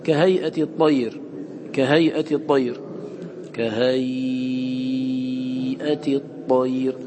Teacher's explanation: هيئة عندنا ياء ساكنة مفتوح ما قبلها وبعدها همزة، فهذا لين مهموز فورش يمد توسطا